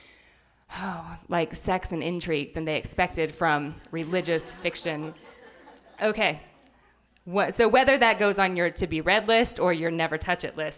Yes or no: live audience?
yes